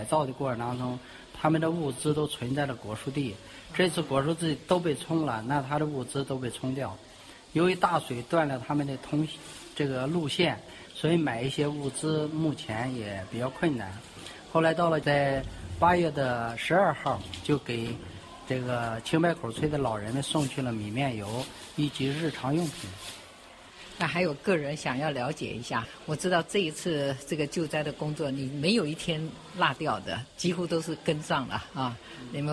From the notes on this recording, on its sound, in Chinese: 在救災現場與我們分享